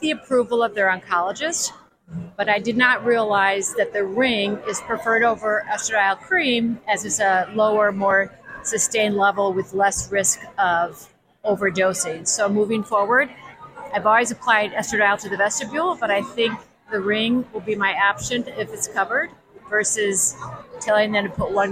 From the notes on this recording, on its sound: Live From THE MENOPAUSE SOCIETY Annual Meeting.